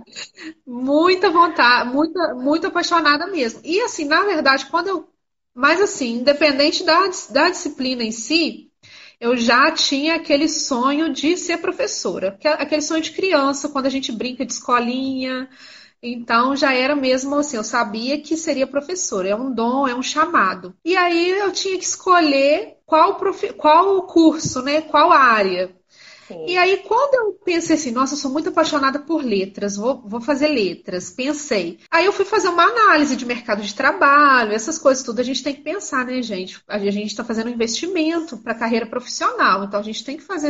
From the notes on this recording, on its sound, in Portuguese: Realizada inicialmente no formato de live no instagram